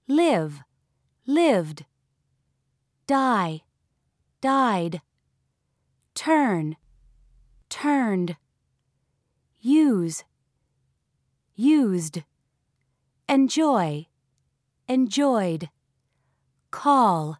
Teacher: In words that end with a voiced consonant or a vowel, it is pronounced as d.